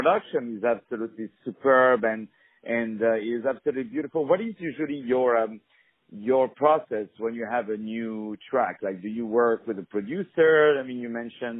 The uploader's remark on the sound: On the phone